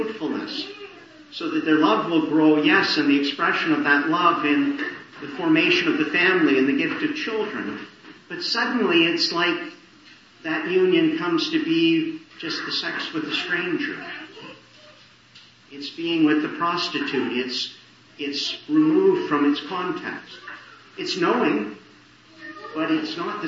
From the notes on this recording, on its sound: Morning Service. Preached in the Annunciation of the Blessed Virgin Mary, Ottawa. Poor sound quality.